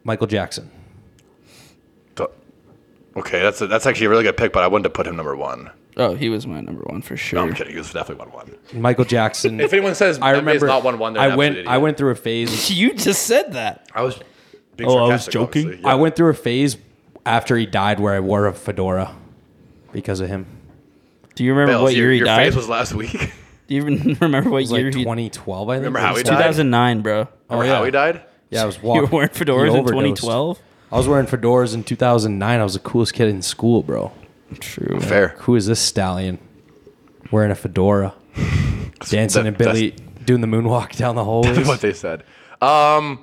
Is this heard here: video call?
no